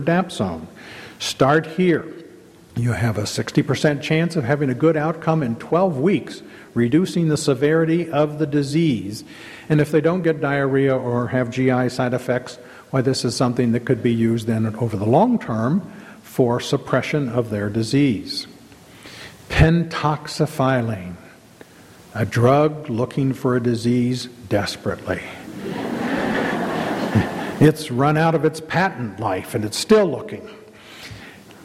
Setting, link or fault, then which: setting, live audience